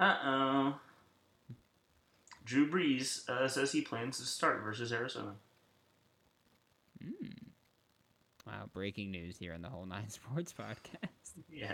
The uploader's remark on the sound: Ft. Audio Issues. We also had some audio issues here, apologies.